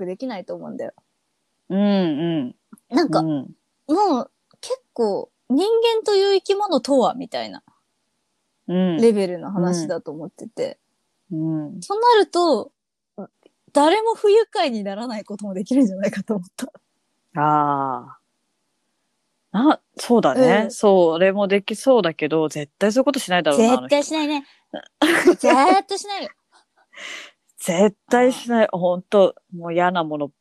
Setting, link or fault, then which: link, video call